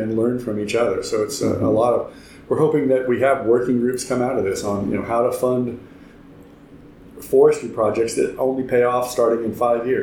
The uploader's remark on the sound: Recorded at the ReGen18 conference in May 2018. In this short interview. Sits down for an in-person interview. Recorded at the ReGen18 conference in May 2018.